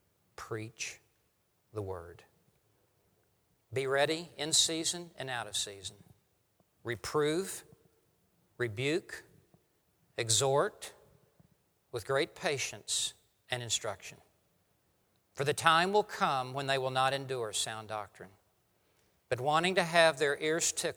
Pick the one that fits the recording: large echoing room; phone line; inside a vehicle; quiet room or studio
large echoing room